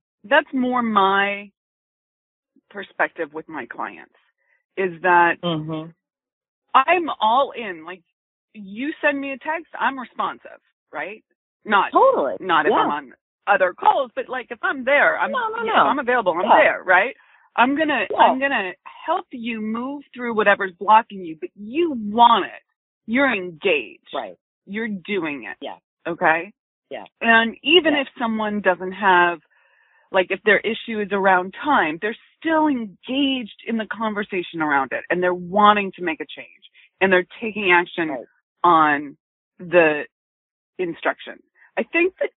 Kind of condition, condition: link, phone line